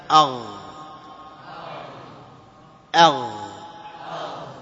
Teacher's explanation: مخرجه من أقصى اللسان تحت اللها، أو قل أدنى الحلق أي أقرب مما يلي اللسان فيخرج الغين